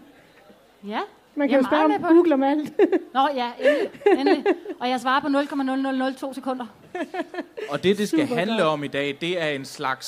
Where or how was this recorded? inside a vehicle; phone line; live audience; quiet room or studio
live audience